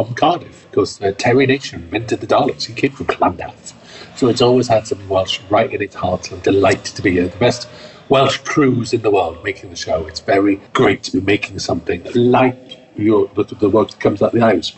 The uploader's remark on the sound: backstage at the Iris Film Festival